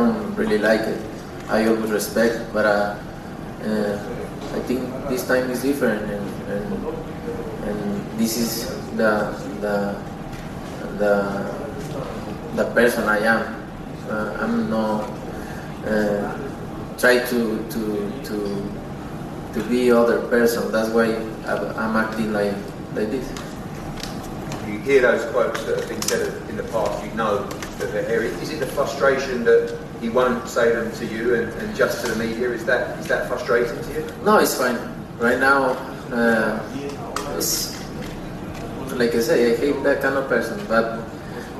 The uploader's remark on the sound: NYC Press Conference